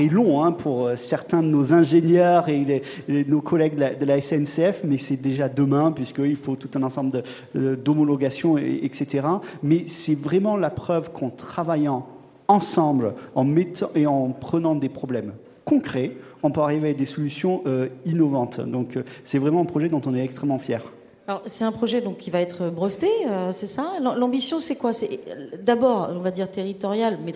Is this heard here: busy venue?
yes